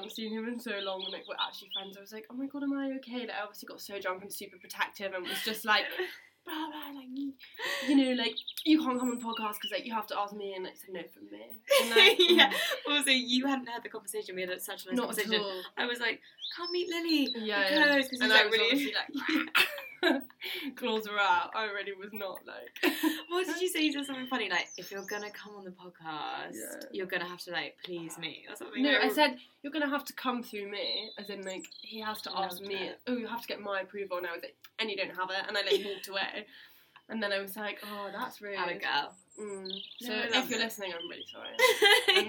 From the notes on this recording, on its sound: We're in the sunny countryside. We do apologise for any background noise as we did record this ep outside but we think the birds chirping add a nice touch and we hope you agree.